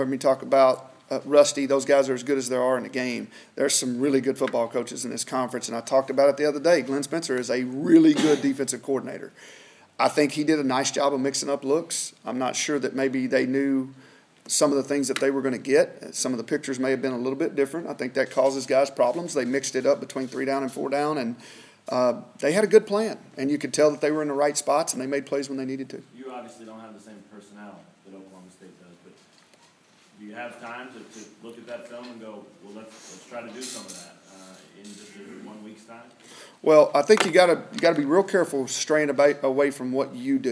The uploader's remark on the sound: weekly press conference with the media